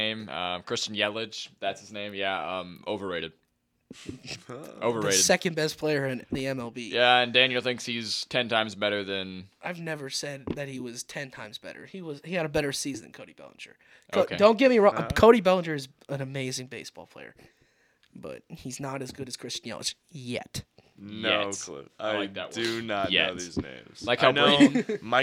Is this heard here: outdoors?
no